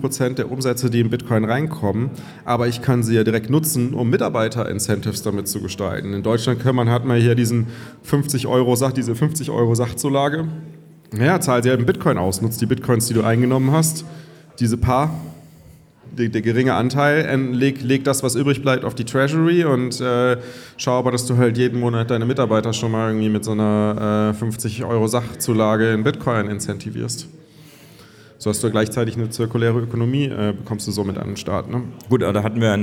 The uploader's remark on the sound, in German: Live vom Bitcoin Block München